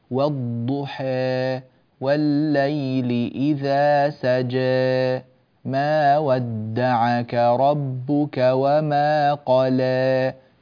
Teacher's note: لم تأتي بتقليل الألفات في آخر الرؤوس الآي